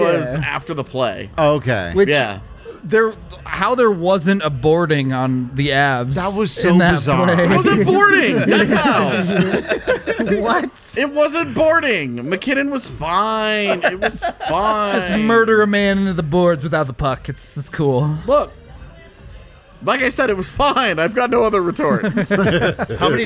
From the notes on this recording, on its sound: LIVE from the DNVR Bar